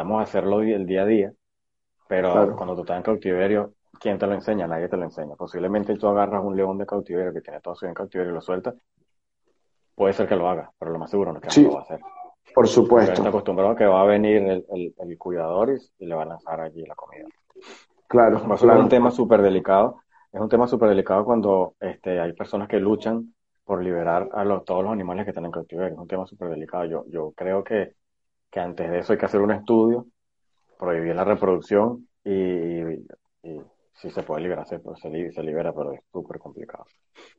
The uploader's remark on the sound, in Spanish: a través de live en instagram.